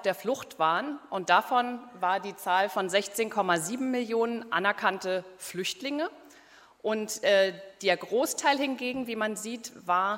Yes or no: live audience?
yes